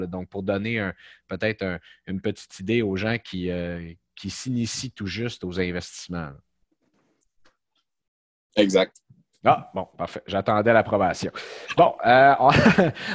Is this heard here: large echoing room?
no